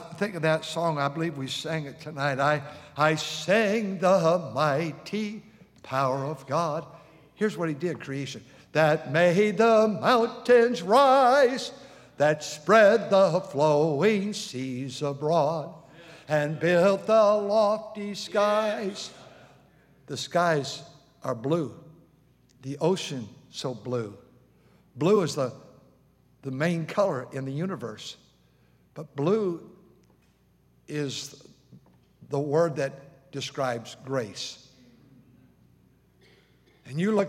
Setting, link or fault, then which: setting, large echoing room